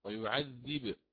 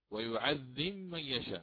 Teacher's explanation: أما الإمام ورش فيأتي هنا بإظهارها مع قلقلة الباء · Shown in: first take